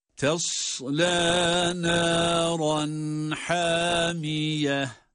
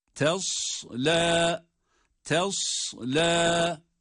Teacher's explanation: ta harfi ince, sad harfi ise kalın, ince olan harfi kalın olan harfe bağlıyoruz. Tesla, tesla şeklinde, la da meddi tabi ile.